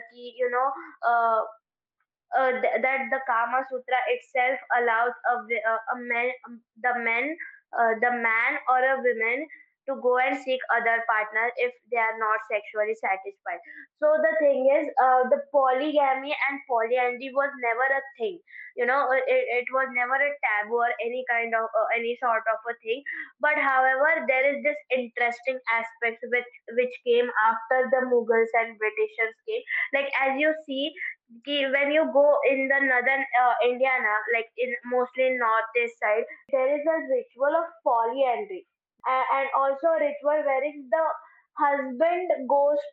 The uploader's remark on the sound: As the two friends (down with viral fever) party together, virtually, on a phone call and then talk about sex and record their conversation!